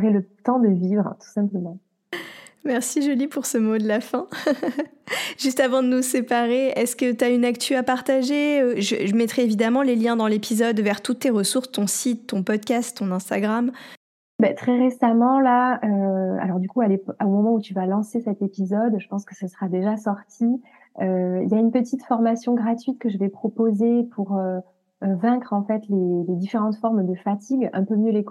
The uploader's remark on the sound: Live instagram